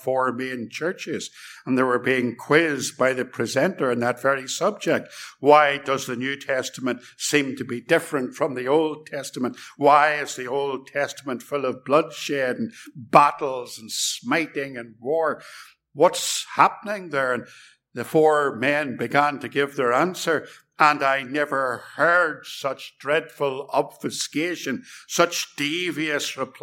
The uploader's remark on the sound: This sermon was preached at Ballymacashon and Templepatrick Reformed Church. It was recorded at Templepatrick.